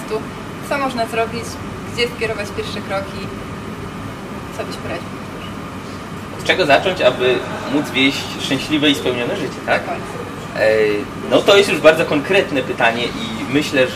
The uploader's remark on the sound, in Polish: Niestety przez naszą nieuwagę w tle nagrania słychać szum klimatyzacji